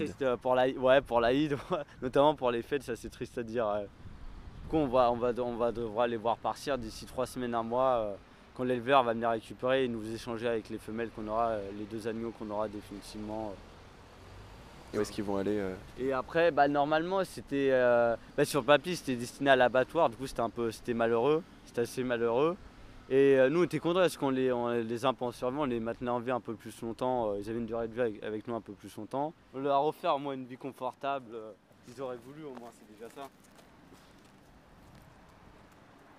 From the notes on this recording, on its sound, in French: durant l'été 2018 à la ferme urbaine de Malakoff